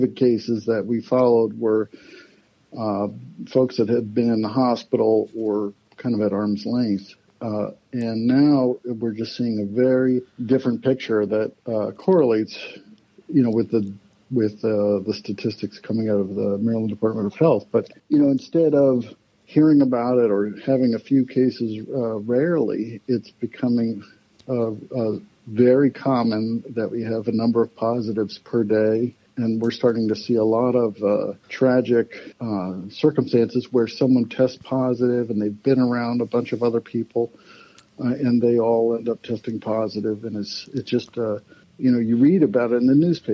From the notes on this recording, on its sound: I hopped on the phone with Dr.